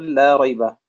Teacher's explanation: تقول لا ريبة، يمد توسطا من أجل المعنى، هذا مد معنوي.